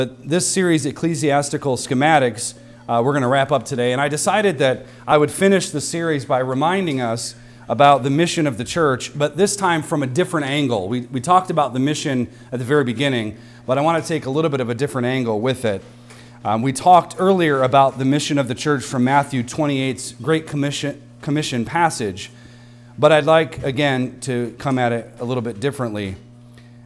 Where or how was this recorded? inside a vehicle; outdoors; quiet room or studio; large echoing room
large echoing room